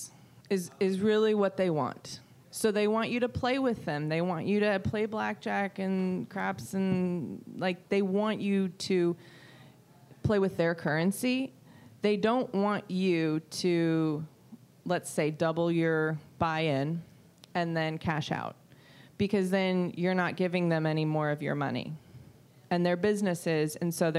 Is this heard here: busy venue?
yes